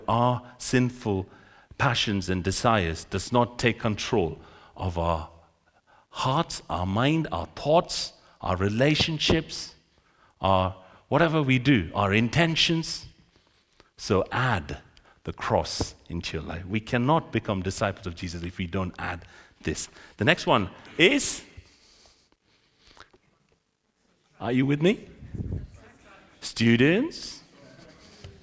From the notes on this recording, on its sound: This sermon was recorded on Sunday 14th January 2024 at our Great Denham venue.